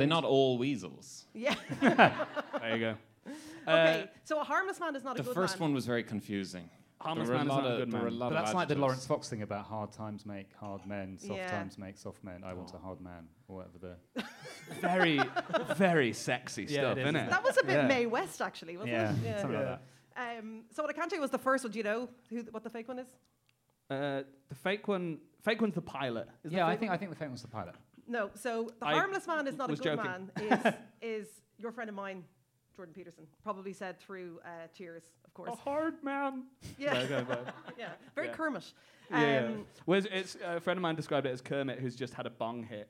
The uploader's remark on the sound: Recorded LIVE at the Cheerful Earful Podcast festival.